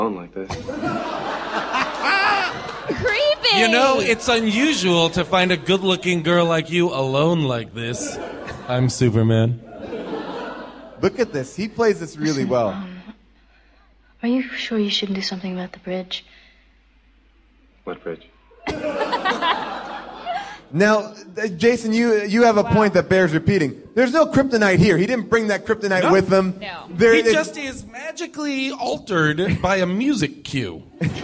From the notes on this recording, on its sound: live from Largo at the Coronet in Los Angeles